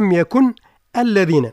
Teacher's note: يعني أصلا لم يكن الذين، فالتقى الساكنان، حذفت همزة أو أسقطت همزة الوصل، وانتقلنا مباشرة من النون الساكنة التي حركت بالكسر إلى اللام الساكنة من لفظة الذين